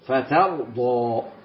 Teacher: خلي بالك التاء مستفلة، الراء مفخمة